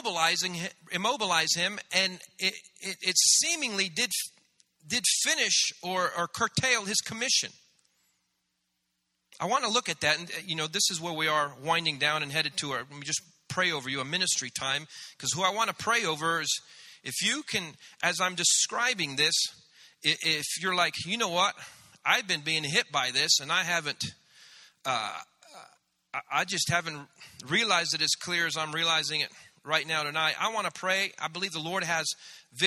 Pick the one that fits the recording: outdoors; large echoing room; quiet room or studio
large echoing room